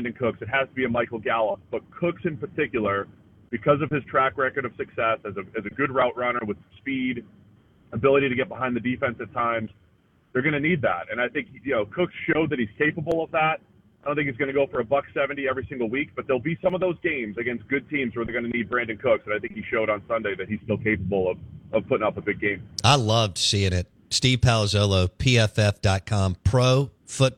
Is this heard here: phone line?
yes